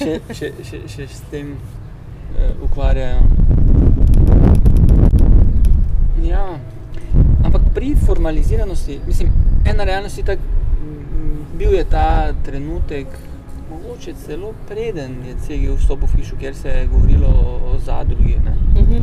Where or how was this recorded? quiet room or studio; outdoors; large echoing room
outdoors